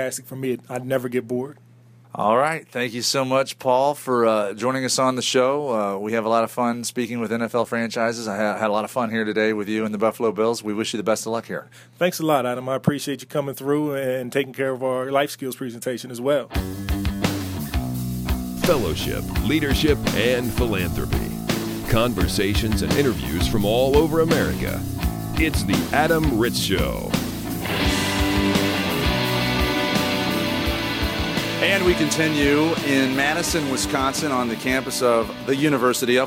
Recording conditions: busy venue